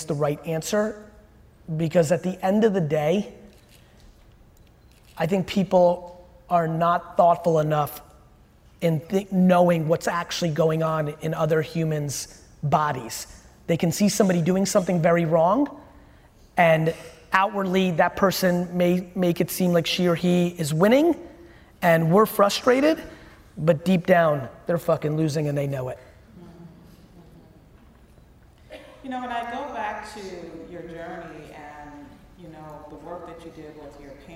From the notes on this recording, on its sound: Event Planner Expo Keynote. The Event Planner Keynote I gave here in NYC.